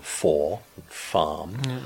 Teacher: Most English people don't pronounce an R sound now after vowels in words like for, farm. · Term: R-less variety